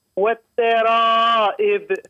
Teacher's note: من ماء دافق يخرج من بين الصلب والترائب والترائب قلت والتراء فرققت الراء وهي تفخم الراء تفخم يعني راء مفتوحة عاود هذه مع تفخيم الراء من بين الصلب والترائب لا مازلت